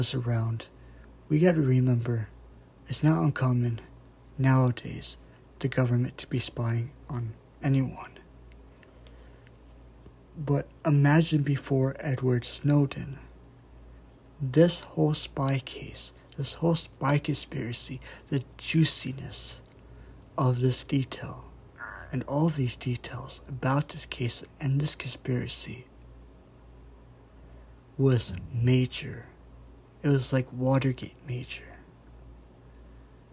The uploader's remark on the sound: sorry if the audio kinda sounds like it came from an iPhone (cause it did)